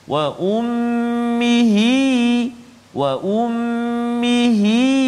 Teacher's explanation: hi tu panjang tu dua harakat tu bila bila kita wasal sahaja · Term: mad silah qasirah